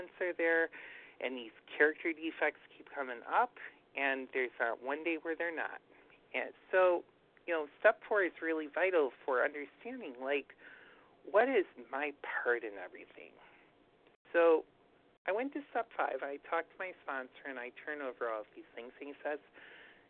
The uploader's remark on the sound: 100 Pounders Phone Meeting, 7/21/23